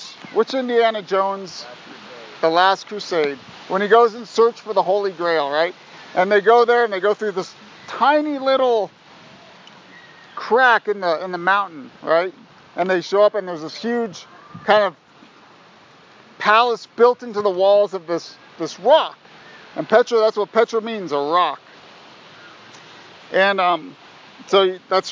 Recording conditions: wind noise